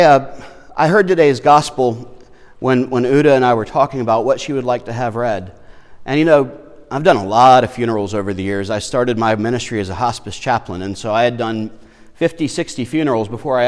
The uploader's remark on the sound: Lutheran Church of Our Redeemer, Foxboro